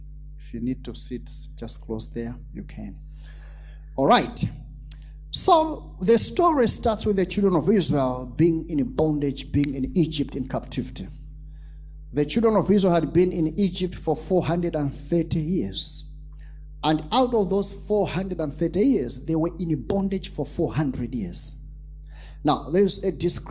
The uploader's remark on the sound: This episode was extracted from our Live Church Service